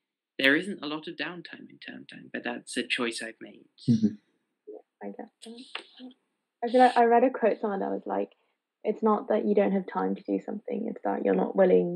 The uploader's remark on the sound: Please forgive our many errors, technical wrongs, awkwardness as it is our first one.